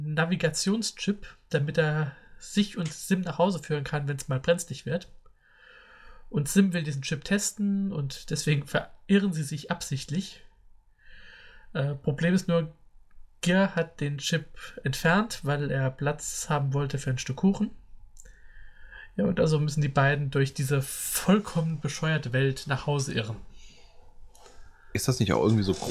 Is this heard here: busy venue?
no